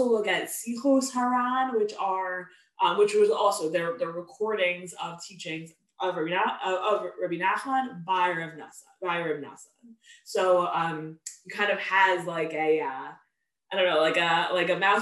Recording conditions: video call